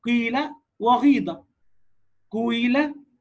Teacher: فيقرأ بالياء مخلوطة بصوت الواو، وذلك كما في قراءة هشام والكساء ورويس. · Term: الياء المشمة صوت الواو